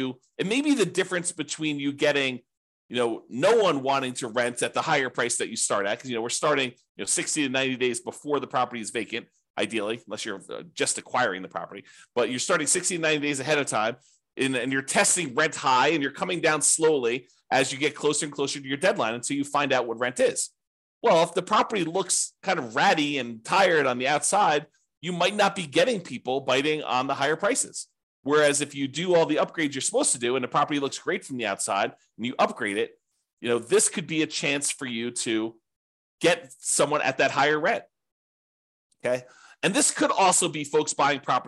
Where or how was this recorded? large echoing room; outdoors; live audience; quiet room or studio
quiet room or studio